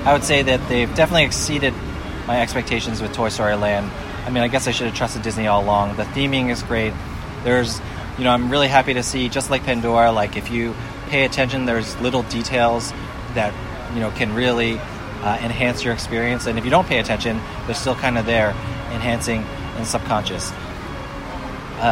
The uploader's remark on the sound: Toy Story Land is the newest section of Disney's Hollywood Studios. Recorded their initial impressions LIVE in the parks.